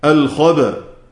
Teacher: ينقل حركة الهمزة إلى الساكن اللي هو الباء، الخبأ، ثم يقف بالسكون، الخبأ، هكذا باء ساكنة مقلقلة.